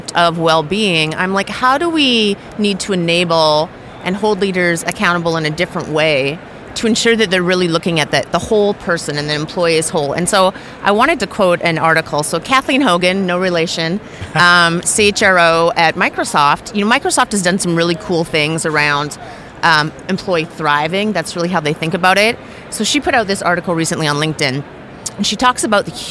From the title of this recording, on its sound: Live from SIOP